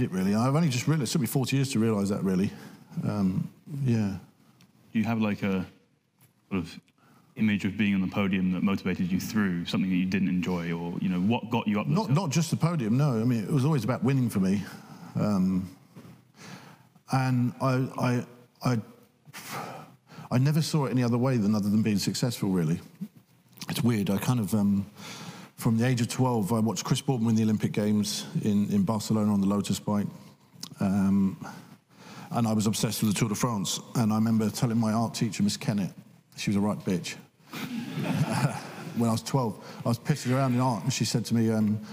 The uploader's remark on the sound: Cambridge Union. Recorded in the Chamber on 17th March 2023 at 7pm.